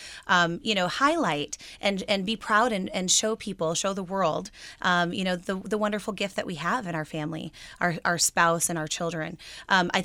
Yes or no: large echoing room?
no